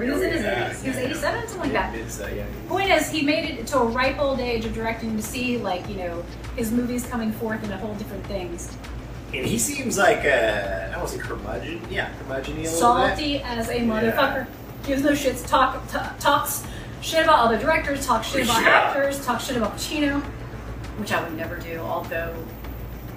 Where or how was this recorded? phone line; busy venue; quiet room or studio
busy venue